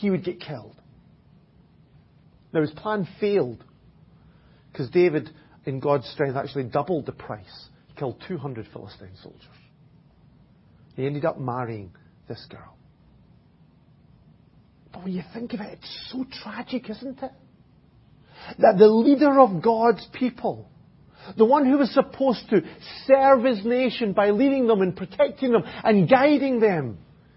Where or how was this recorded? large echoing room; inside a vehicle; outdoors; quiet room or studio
large echoing room